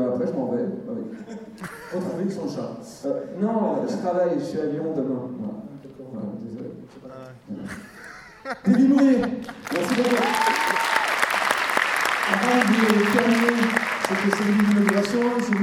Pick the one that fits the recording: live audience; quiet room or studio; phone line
live audience